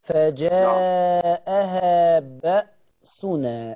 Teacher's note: خلي بالك من الهمزة الساكنة في القرآن، فجاءها بأسنا، حققها